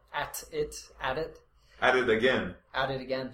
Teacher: You notice the T became a D in both cases.